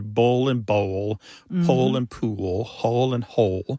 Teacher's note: And that L at the end of the syllable is what is known as a dark L. So the physical act of pronouncing that dark L kind of requires the back of the tongue to raise toward your soft palate.